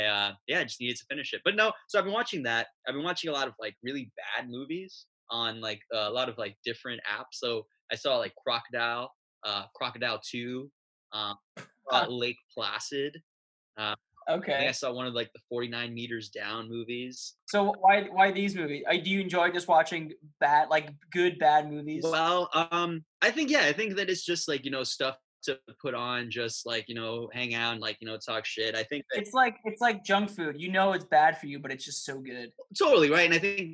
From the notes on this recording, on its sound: Via video chat all the way from New York City. I knew this was going to be a weird dive into the web-chat world but I decided to jump on the "Zoom" train along with everyone else.